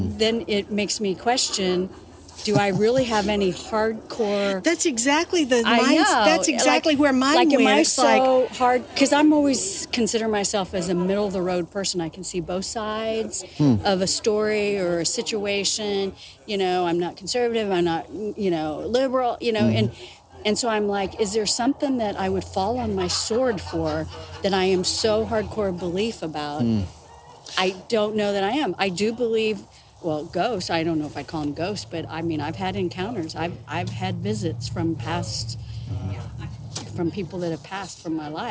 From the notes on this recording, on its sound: Location: San Antonio, Texas. Recorded w/Go-Pro.